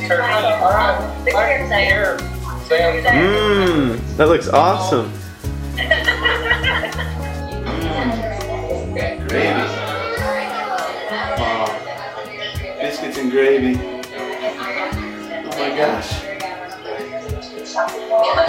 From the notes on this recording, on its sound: We celebrate Thanksgiving with the family from New Zealand via Skype video chat.